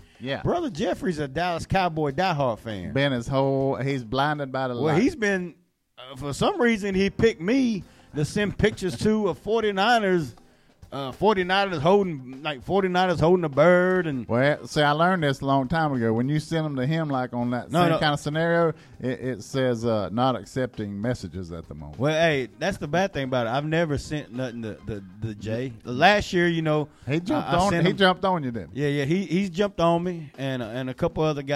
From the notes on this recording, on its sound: In a exclusive phone interview.